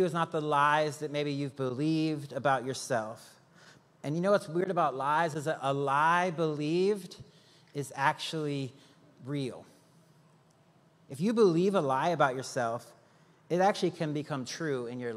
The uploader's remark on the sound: Recorded live on October 22, 2023 at Church On The Rock